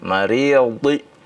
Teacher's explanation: huruf dhadnya ya dibaca dengan tebal ya, walaupun dia berharokat kasrah ya. Jadi wa 'alal wala 'alal maridi di, bukan di, bukan ya, dari huruf dhad itu keluarnya dari ya sisi lidah ya yang bagian belakang bertemu dengan gigi geraham ya.